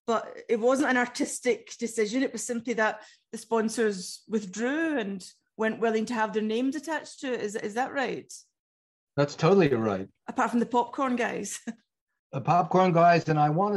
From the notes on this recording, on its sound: Speaking to me via Zoom.